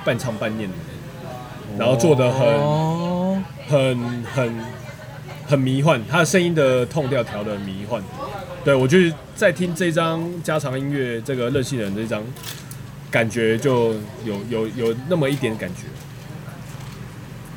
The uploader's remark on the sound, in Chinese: 錄音地點：牽咖啡 Chen Coffee